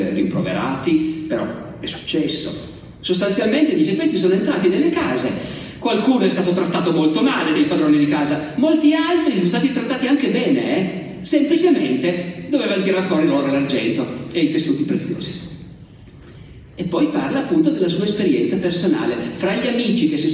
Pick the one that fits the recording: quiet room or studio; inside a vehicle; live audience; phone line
live audience